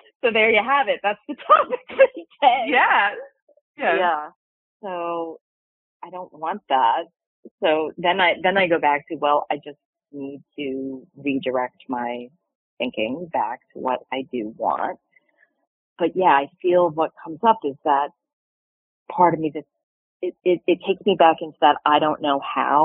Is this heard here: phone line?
yes